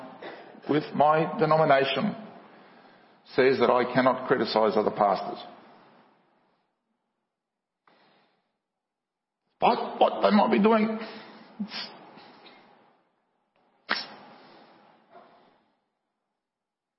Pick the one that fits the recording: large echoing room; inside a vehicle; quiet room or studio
large echoing room